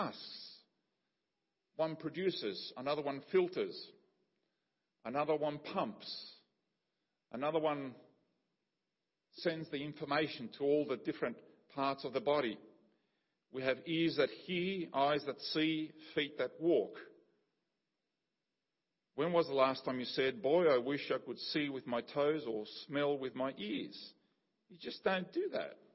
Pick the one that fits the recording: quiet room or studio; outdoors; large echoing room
large echoing room